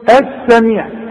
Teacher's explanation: بتتحول اللام الى ايه، الى سين